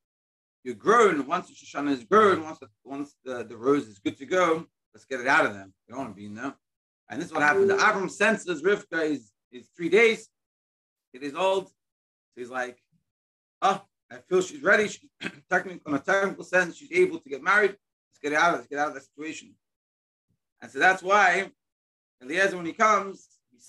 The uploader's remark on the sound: Daily Zoom Shiur